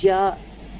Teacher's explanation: Even the thought of saying ga, thought of saying ja, my vocal cords start to vibrate.